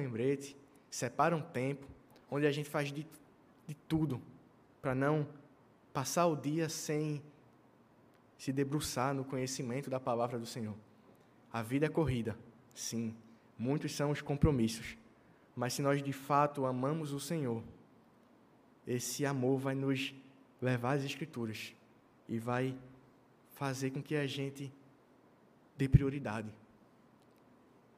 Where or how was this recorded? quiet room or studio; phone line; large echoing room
large echoing room